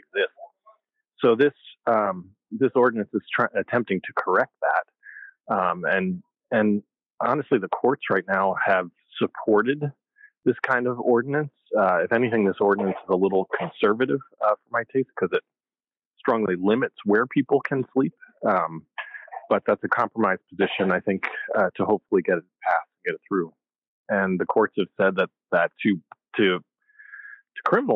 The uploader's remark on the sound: in a phone interview